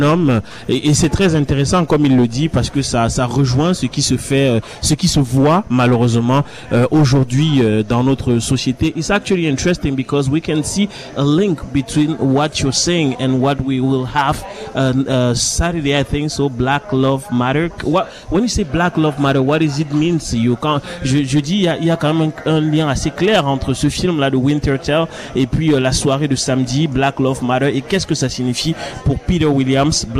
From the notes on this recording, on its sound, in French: Emission terrain en direct du Caribbean Tales International Film Festival